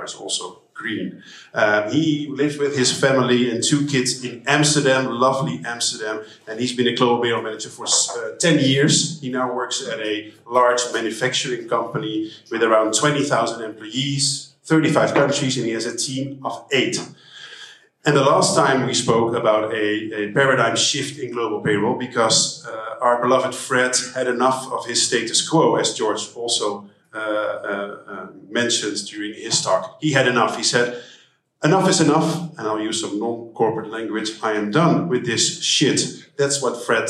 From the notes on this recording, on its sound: Not only are we shooting live from our Global Payroll networking event in Amsterdam. The guests at our live interactive session.